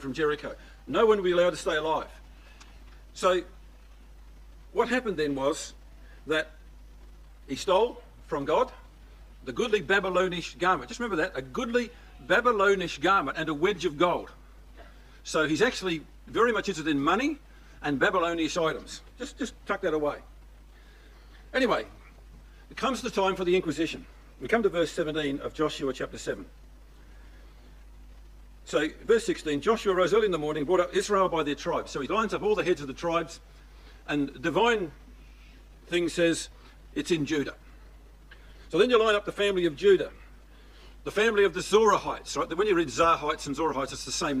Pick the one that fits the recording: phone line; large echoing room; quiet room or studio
large echoing room